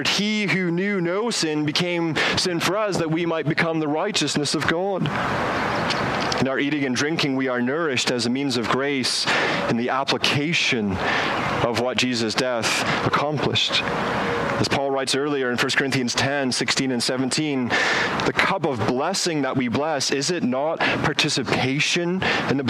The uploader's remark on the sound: As HBC gathers outdoors for this service. Outdoors so please excuse the audio quality.